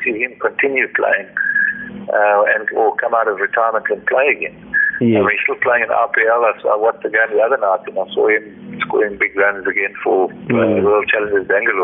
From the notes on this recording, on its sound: the interview took place via a phone call